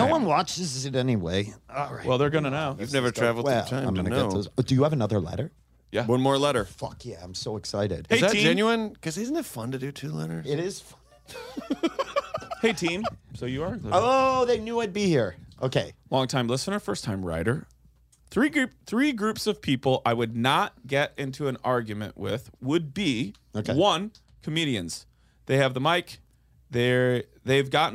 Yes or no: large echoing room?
no